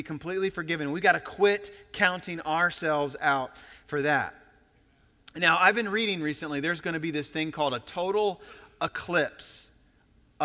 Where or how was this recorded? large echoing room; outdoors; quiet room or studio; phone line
large echoing room